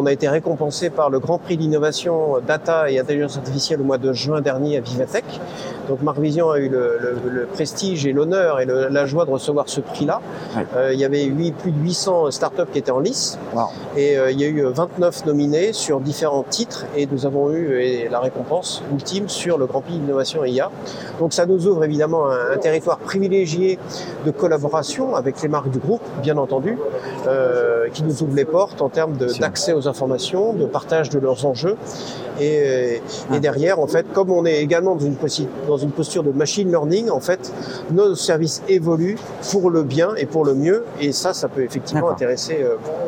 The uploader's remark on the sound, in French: Interview, enregistrée pendant le salon Tech for Retail. Voici la transcription de notre interview, enregistrée pendant le salon Tech for Retail dont nous étions partenaire média.